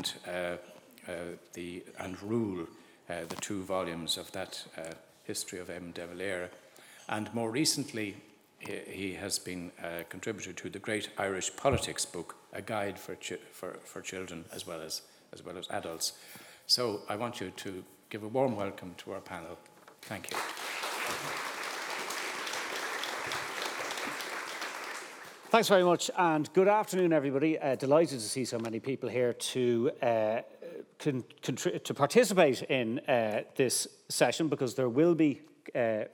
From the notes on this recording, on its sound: Episode from the Library Speaker Series. Recorded in the RDS Library as part of The Dublin Book Festival 2022.